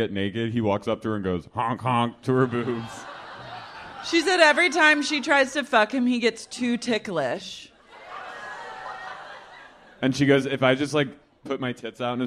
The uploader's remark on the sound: LIVE at The Bowery Ballroom